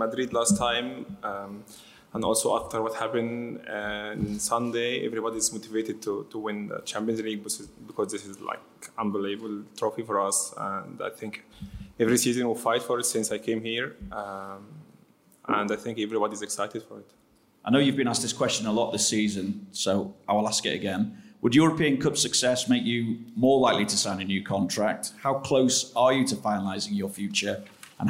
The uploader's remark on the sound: Champions League Final Press Conference